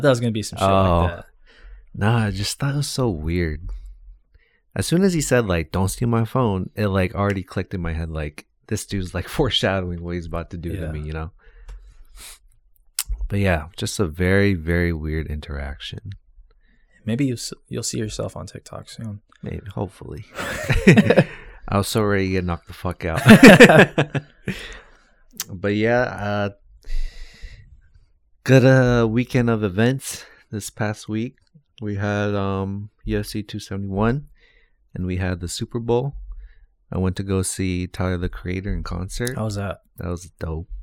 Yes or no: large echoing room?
no